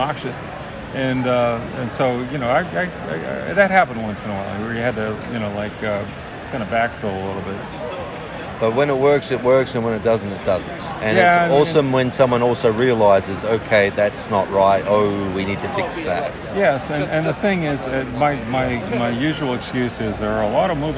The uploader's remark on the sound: Live from Terrificon in New York.